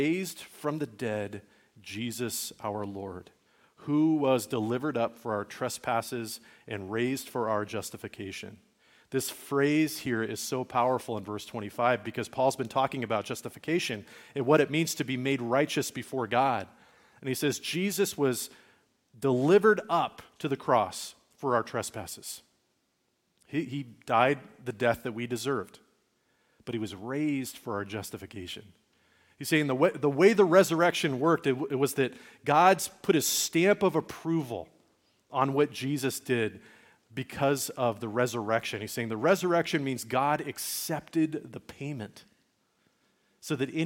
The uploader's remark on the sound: Message recorded at Liferoads Church in Spokane, Washington.